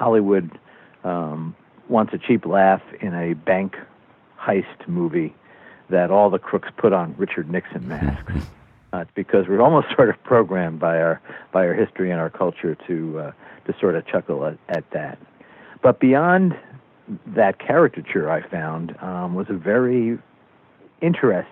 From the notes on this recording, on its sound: Smithsonian Associates Interview Series. Via internet phone.